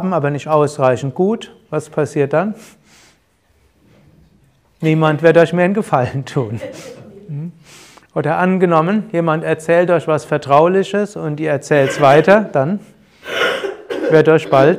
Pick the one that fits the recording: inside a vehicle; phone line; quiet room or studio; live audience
live audience